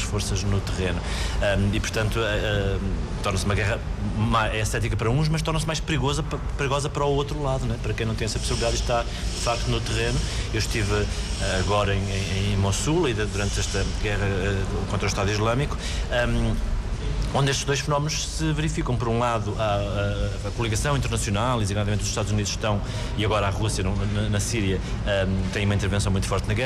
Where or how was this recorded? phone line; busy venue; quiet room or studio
busy venue